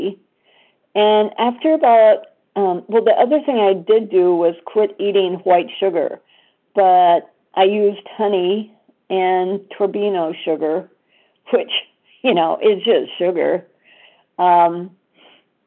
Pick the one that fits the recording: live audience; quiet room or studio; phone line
phone line